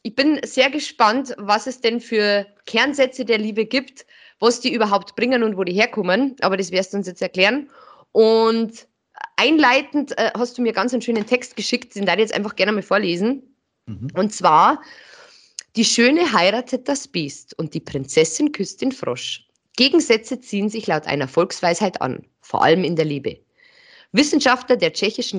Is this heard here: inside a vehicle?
no